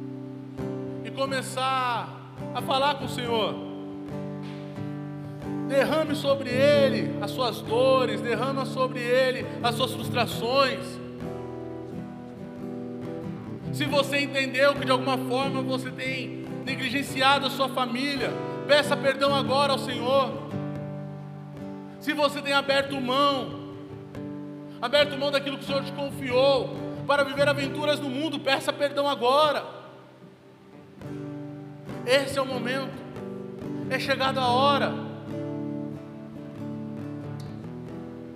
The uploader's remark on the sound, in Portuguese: Local gravação: Onda Dura Belo Horizonte